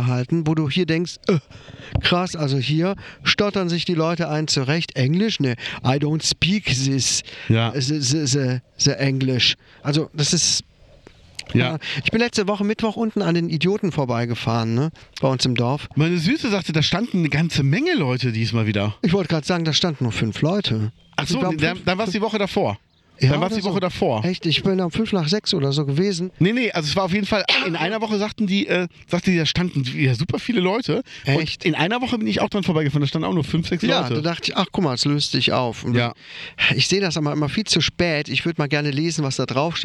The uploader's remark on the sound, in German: nach Ruppichteroth begeben und die Aufnahme draußen auf einer Bank gemacht.